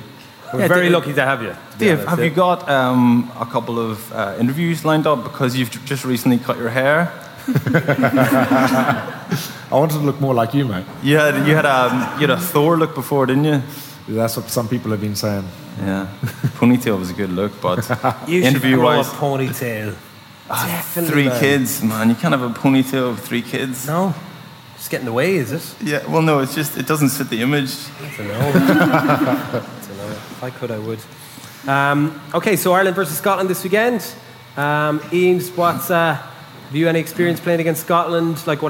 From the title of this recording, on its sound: House of Rugby World Cup launch party